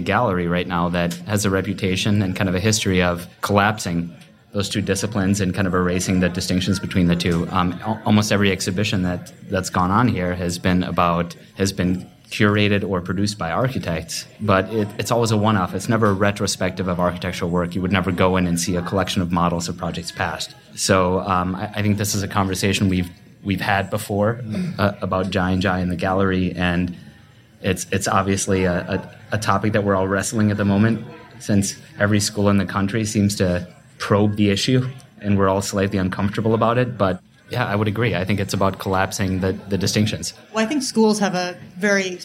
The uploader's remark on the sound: Panel discussion. Recorded live at Jai & Jai Gallery in Los Angeles, part of Archinect's first live-podcasting series, Next Up.